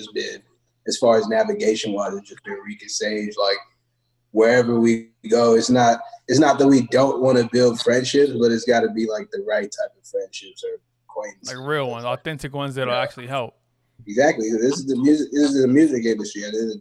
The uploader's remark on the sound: Recorded with Zoom